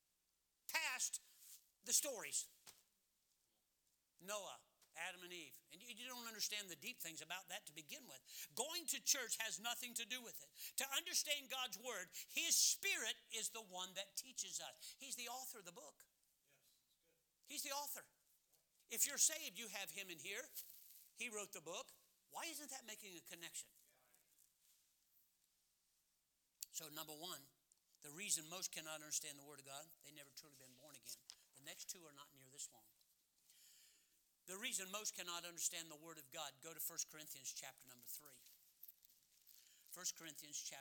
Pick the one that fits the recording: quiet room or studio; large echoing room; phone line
large echoing room